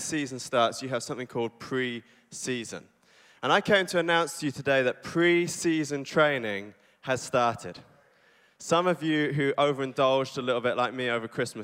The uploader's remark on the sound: Recorded live on Sunday 29 December at C3 Church Cambridge